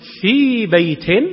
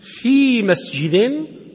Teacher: أما لو قلت في بيت بتمدها، في مسجد عم تعطي الياء مدها